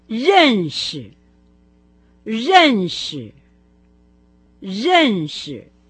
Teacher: Сначала слог, произносимый с четвертым тоном, а затем с легким.